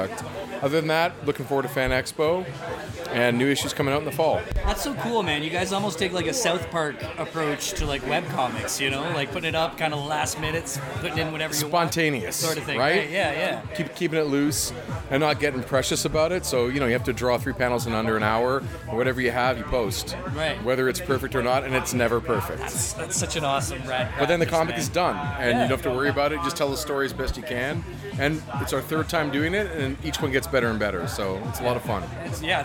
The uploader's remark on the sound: Live chats from Gotham Central Comics and Collectables' Summer Bash